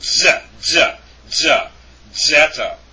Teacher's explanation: Zeta is enunciated with like a DZ · Term: DZ sound